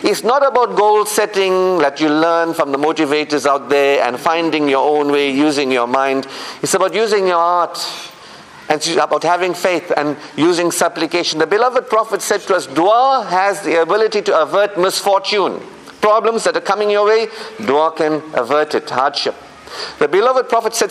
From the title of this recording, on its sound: Jumu'ah Lecture 48 - Ottery Mosque